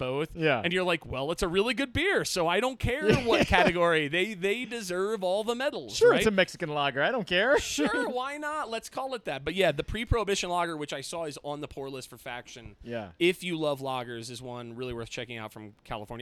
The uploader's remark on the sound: Last night, we recorded a very special PorchCast. During our Hard Brew Easy Drink event at Goed Zuur, a spontaneous, wild and sour-focused beer & cheese bar located in downtown Denver.